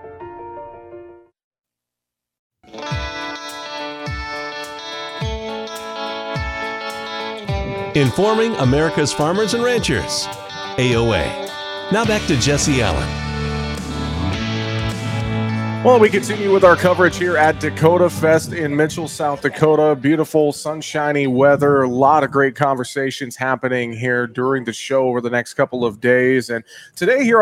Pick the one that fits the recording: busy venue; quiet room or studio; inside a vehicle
busy venue